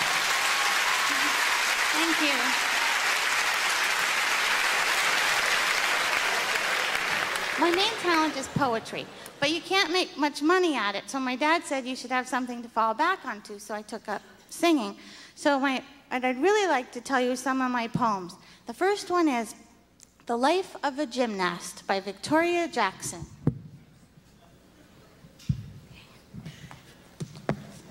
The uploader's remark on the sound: the 1998 Just for Laughs Festival in Montreal